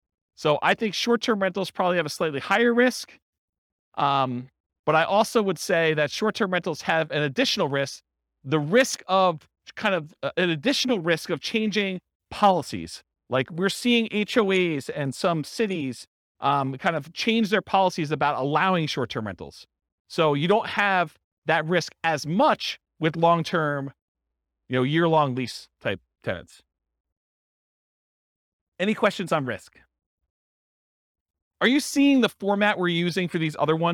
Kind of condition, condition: setting, live audience